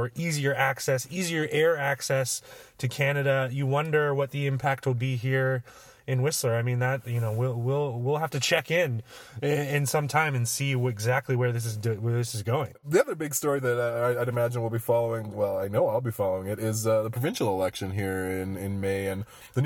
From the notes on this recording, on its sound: Recorded in the parking lot of the Pique Newsmagazine office in Function Junction (those car acoustics really come through in a pinch). Into our temporary mobile studio.